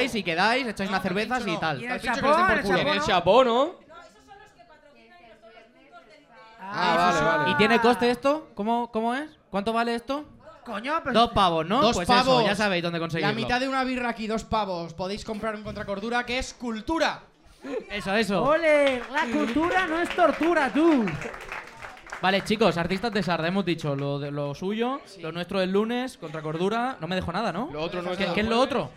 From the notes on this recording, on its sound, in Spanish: LIVE en THE 1916 IRISH PUB.